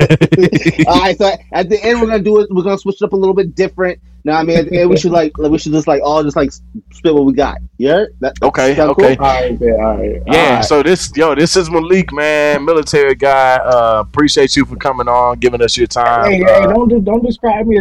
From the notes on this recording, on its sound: Sorry for the minor audio errors